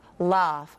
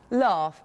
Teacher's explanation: So if you're doing a word like laugh, go back to that hesitation sound, it's that A sound that happens in the middle of the mouth · Shown in: first take